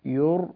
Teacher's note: يُر بتفخيم الراء لأنها ساكنة وقبلها مضموم